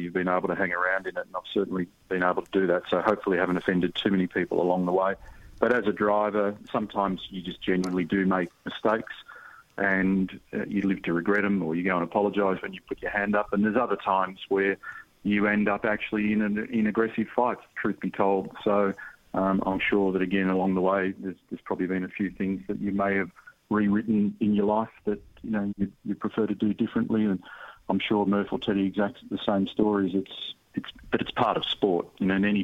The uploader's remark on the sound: dials in from Australia